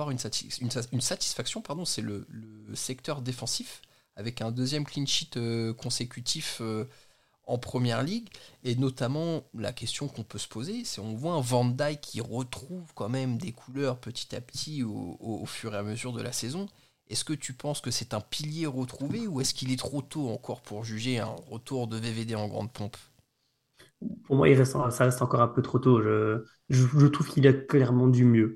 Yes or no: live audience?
no